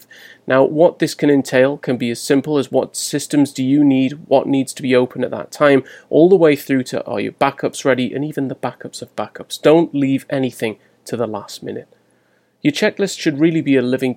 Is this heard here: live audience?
no